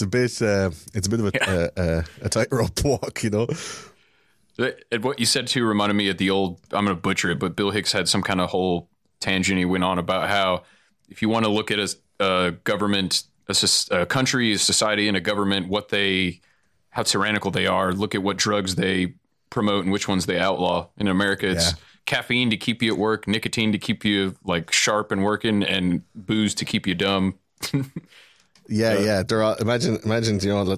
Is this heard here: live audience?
no